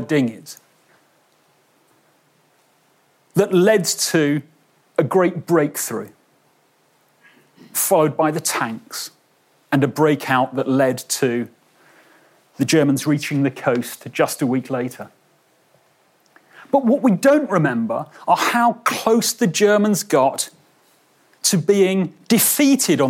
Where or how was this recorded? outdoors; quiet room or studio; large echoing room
large echoing room